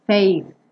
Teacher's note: Você pode até ter a ideia como se você quisesse fazer um F, só que ao invés de fazer com lábio, você quer fazer com língua. Ao invés de lábio no dente, língua no dente.